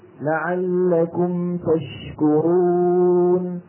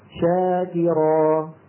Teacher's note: يعني أنا لما أقول لعلكم تشكرون تش هذه الشين فيها تفشي، ولما أقول شاكرا هذه الشين فيها تفشي